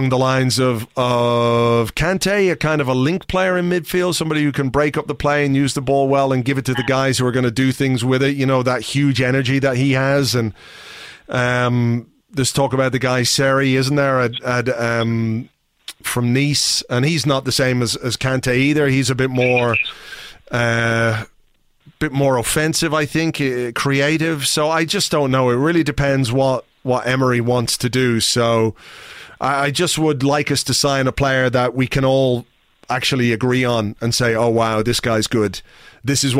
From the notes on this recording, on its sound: Telephone calls (and some Skype calls too). Today's show is a call-in show, recorded last night. I answered calls at random.